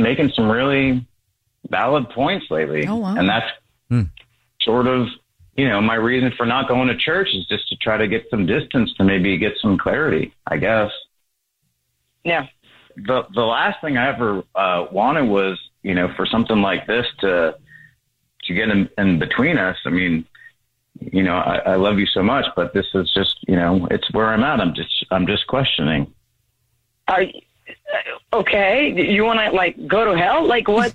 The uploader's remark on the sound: on the phone